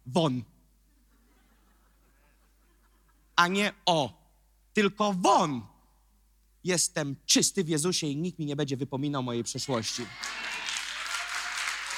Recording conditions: large echoing room